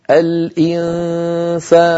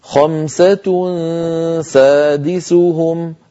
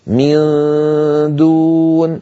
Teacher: النون المخفى، مرققا إن جاء بعده حرف مرقق · Term: الغنة مرققة